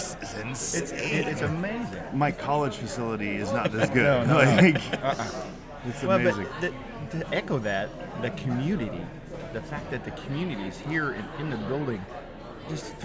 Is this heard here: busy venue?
yes